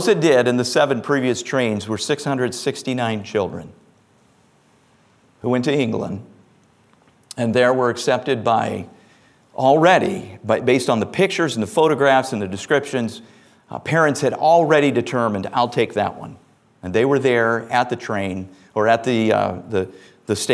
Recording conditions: large echoing room